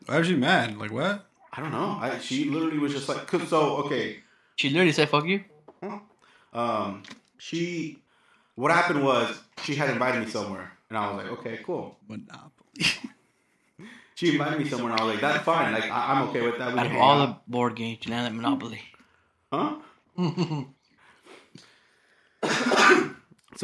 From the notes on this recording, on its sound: We tried switching mics in this episode and the audio is all fucked up